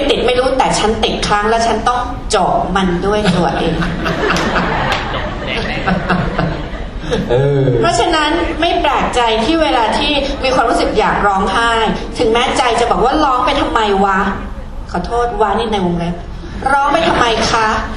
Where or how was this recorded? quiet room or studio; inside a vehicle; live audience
live audience